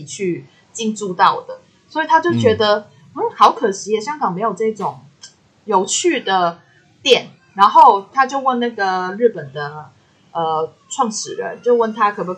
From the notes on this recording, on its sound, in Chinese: 錄音程序：台北、香港的異地錄音～。今天的錄音品質有點問題，煩請見諒！